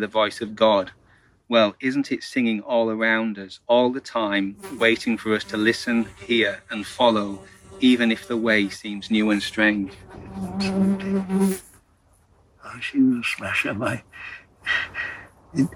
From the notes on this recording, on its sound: Favourite hill just outside Bakewell. This gave us some wind and insect noise so apologies in advance for that.